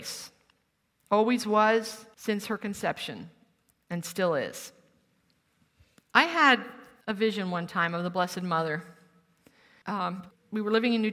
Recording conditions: live audience